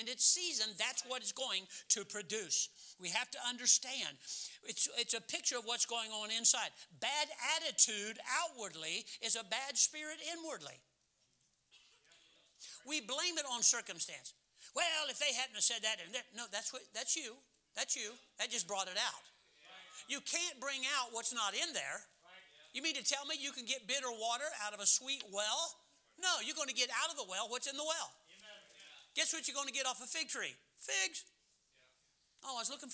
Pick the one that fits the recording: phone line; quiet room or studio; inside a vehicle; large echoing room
large echoing room